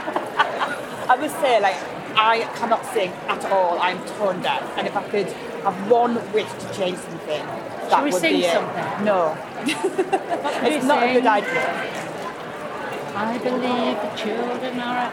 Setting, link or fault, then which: setting, busy venue